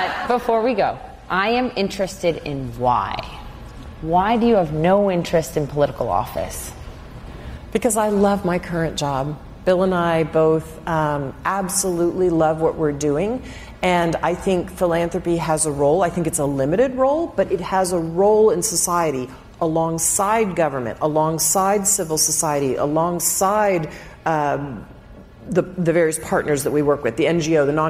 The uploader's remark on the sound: Recorded in Dallas in front of a live audience on "The Moment of Lift" book tour.